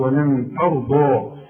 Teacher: الضاد هي مفخمة والراء كمان مفخمة